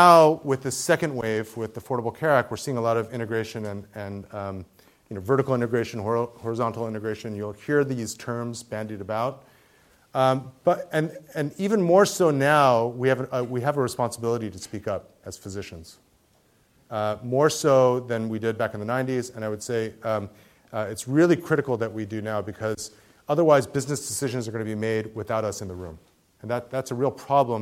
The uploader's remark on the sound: Keynote talk at the 2015 Asian Pacific American Medical Student Association. At the University of California Irvine School of Medicine.